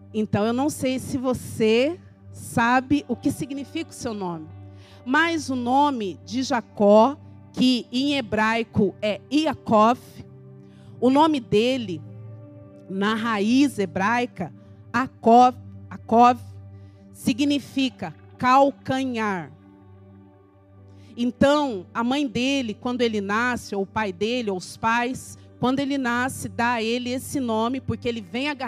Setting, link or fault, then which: setting, large echoing room